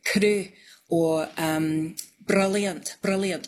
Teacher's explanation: they do a tapped R, which is tip of the tongue on the gum ridge bouncing off. So it's like a rolled R, but it's like one instead of many, many all in a row, if you know what I mean. · It's just a little tap. It's not a long roll